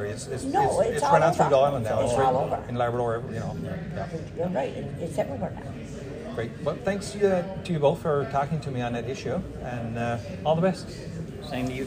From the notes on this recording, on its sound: brought to you from the 2022 MNL Conference in the Town of Gander, NL